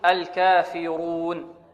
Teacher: لأن الراء مضمومة، والراء المضمومة تفخم